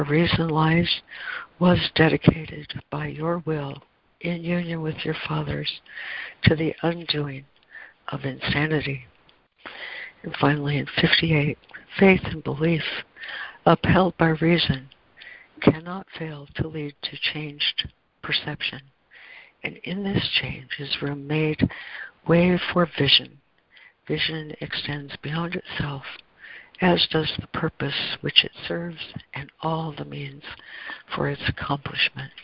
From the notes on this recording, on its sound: ACIM Daily Conference Call